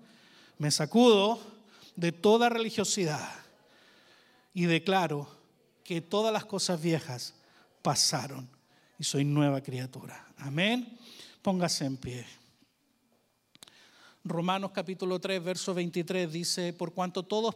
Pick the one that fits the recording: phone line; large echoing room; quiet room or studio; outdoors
large echoing room